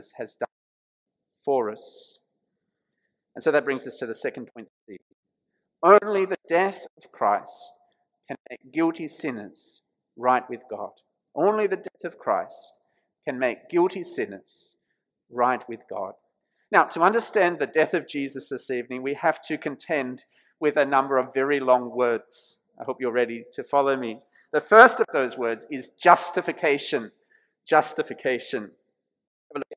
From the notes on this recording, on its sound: This sermon was preached at St George's Church, Penang on 26th March 2021.